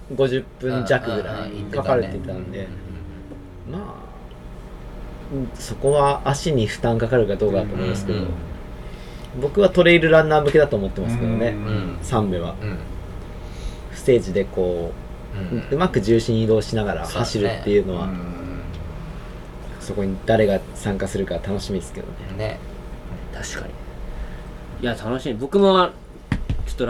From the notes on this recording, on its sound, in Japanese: のやっているお好み焼き屋さん「がんちゃん」にて収録。美味しいご飯とお酒に舌鼓を打ちつつ。打ち上げ兼収録のため雑音も多々ございますがご容赦ください。